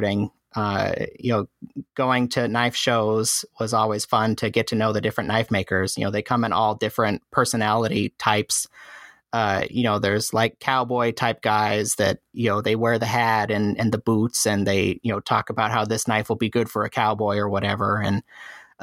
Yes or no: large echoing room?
no